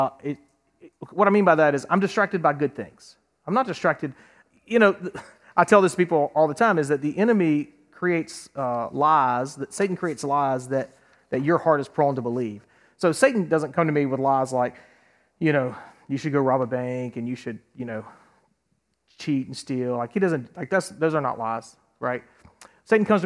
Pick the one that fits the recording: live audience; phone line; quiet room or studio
live audience